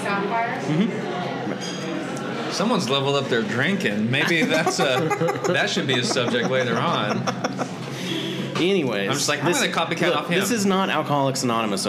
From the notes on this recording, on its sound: Recorded live from a bar! We were still working out the kinks back then.